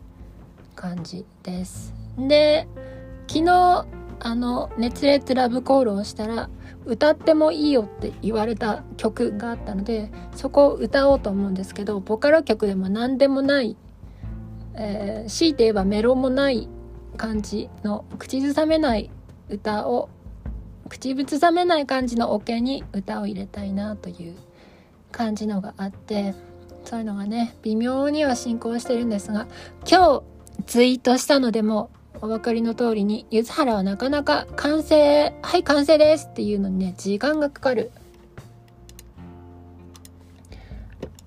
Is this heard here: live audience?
no